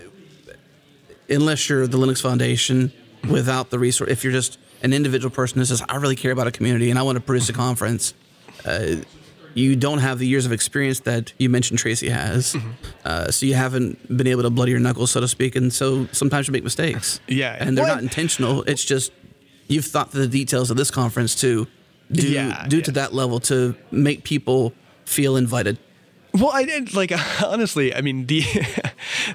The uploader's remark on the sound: recorded at Node Interactive 2016